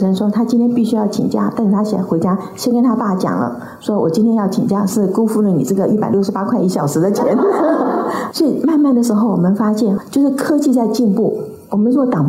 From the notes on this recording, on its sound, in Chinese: 本集內容取自天下文化主辦的《如何跟上變化多端的世界》新書分享會現場錄音。